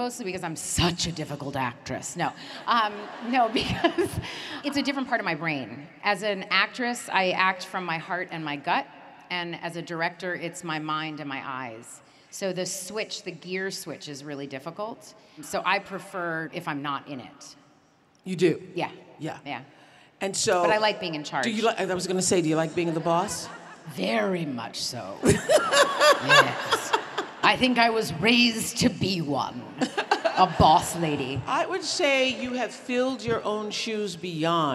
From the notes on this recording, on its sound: In front of a live audience in Dallas, Texas.